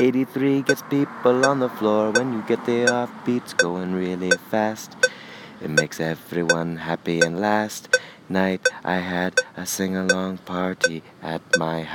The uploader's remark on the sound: It was recorded walking around Gowanus, Brooklyn, pretending to make a call on my phone with the metronome running.